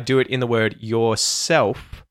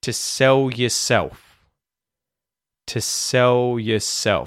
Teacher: An L and then an F sound. It's much easier to just use the dark L with the F after it